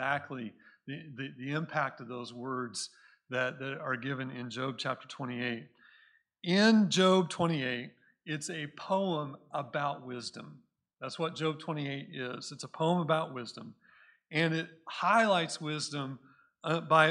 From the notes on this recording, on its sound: Recorded at Cornerstone Church in Mesa, AZ